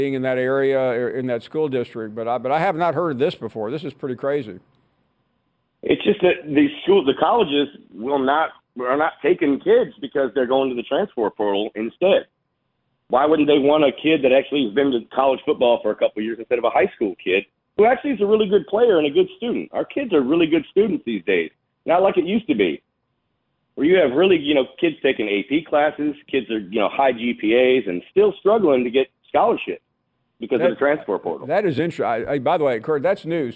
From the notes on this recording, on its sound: Of course more of your phone calls.